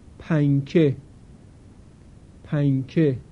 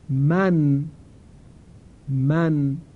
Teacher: شنیدید که در تلفظ کلمه من، حرف نون از برخورد سر زبان با لسه دندانهای بالا تلفظ شد · Shown in: second take